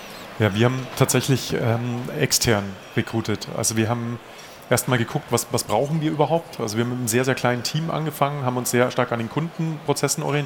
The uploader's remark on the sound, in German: Live Event. Wir sind zum 20igsten Jubiläum live auf der digitalen Messe der Baubranche digitalBAU zu Gast.